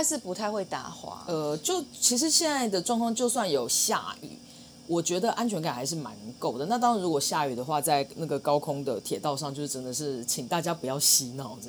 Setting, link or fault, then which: fault, sounds in the background